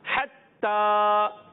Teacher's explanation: ہونی چاہیے ٹھیک ہے حلق کے درمیان والے حصے سے حتیٰ تا مشدد ہے تشدید والا ہے ایک الف کھڑی حرکات بھی ہے تو ایک الف کھینچ کر پڑیں گے